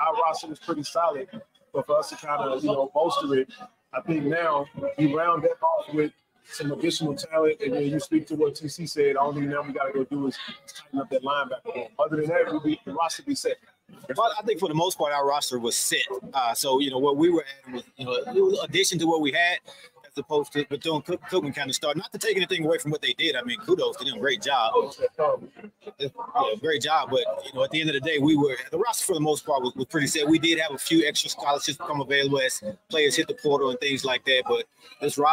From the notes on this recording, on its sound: Live from Thee Recruit Reveal